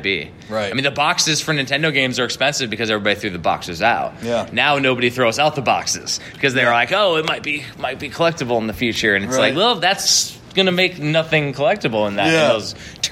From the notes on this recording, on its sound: Game On Expo 2019 Panel.